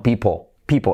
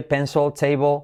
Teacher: Esa L atrás casi ni se escucha. O sea, recuerda que la L, letra clave, cuando está al final de palabra casi no se oye.